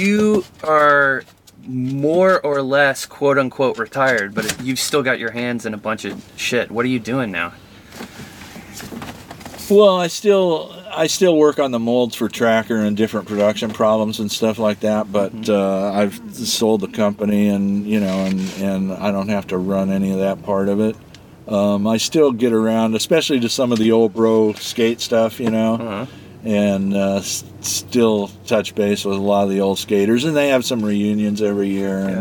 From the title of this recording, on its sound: from the van